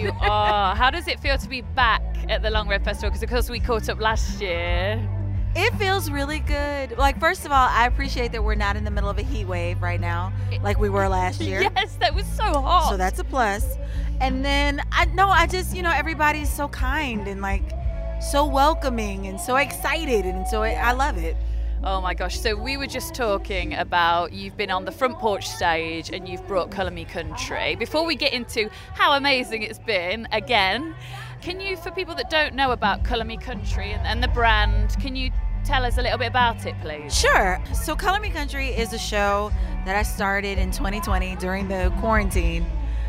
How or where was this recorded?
busy venue